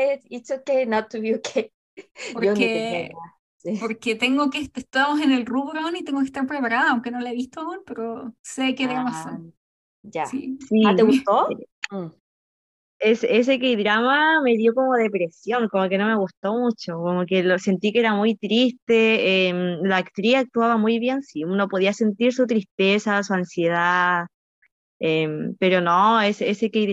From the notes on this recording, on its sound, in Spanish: Lamentamos el audio pero tuvimos que grabar con Zoom en vez de lo que usualmente usamos!